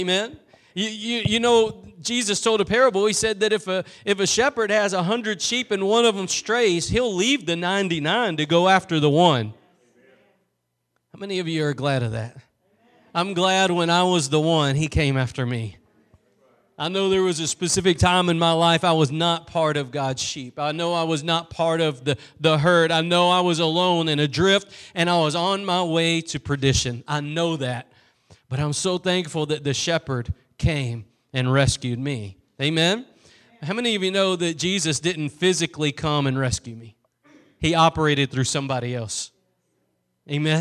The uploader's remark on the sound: Preached at Gospel Lighthouse in Bossier City, La.